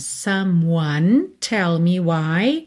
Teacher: Então, olha, someone, lembre de ignorar o E, tá? Do M você já vai para o one